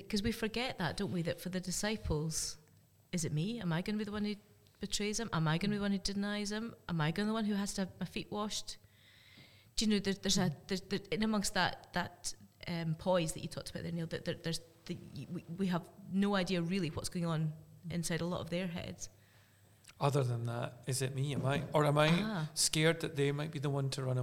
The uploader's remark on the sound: This episode was recorded in Aberfeldy Church of Scotland